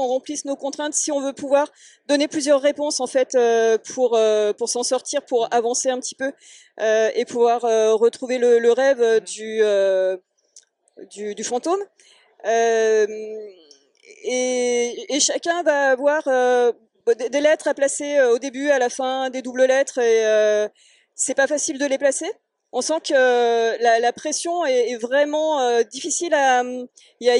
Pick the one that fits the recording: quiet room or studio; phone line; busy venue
busy venue